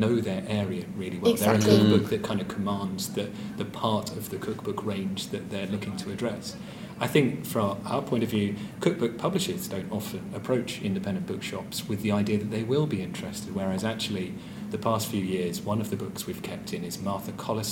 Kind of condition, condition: setting, live audience